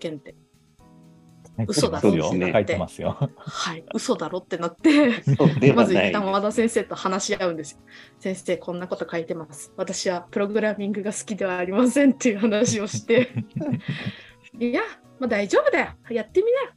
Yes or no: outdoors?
no